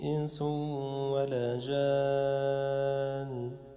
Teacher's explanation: فتخفي النون الساكنة عند السين · Term: الإخفاء الحقيقي